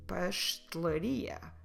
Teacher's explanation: For bakery, instead of trying to read all the syllables there, instead of trying to say pastelaria, that sounds a bit artificial, we can just drop that E we have there in the middle and say, well, and I'm talking about the English E, Portuguese E, and say pastelaria.